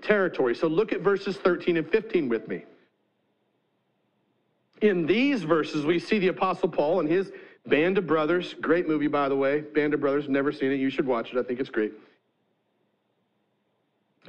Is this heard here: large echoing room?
yes